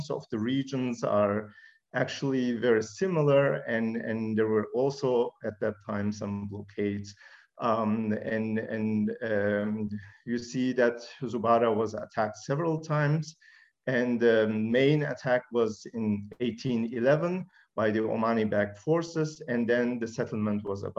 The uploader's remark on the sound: This public talk was conducted online via Zoom on Friday, 21 January 2022, from 2.00 pm to 3.00 pm (SGT).